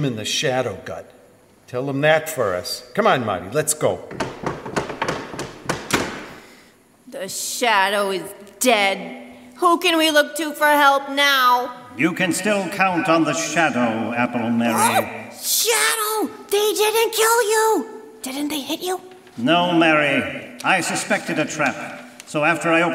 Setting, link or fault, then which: setting, live audience